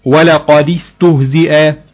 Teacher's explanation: طيب آخر مثال معانا حرف الدال، ولقد استهزئ، ولقد استهزئ، الدال ساكنة بعدها حرف السين ساكن، التخلص من التقاء الساكنين في كلمتين بكسر الحرف الأولاني اللي هو حرف الدال